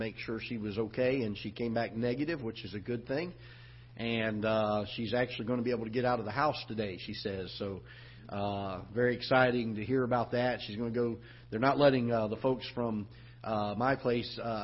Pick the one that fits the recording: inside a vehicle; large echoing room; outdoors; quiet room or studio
large echoing room